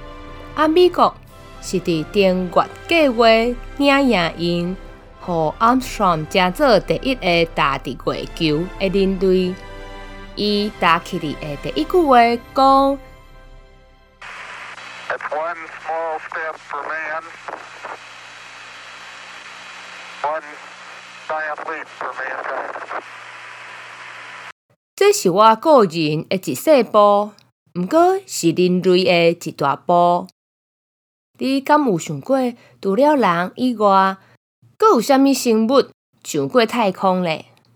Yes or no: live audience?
no